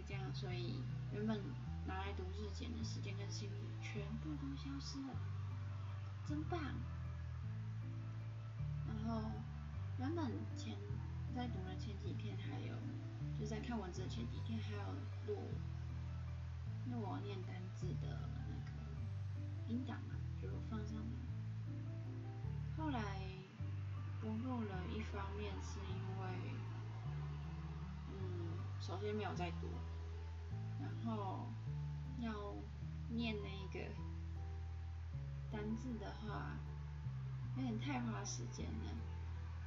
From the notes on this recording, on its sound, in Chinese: 音量注意。錄音品質已死 need麥克風。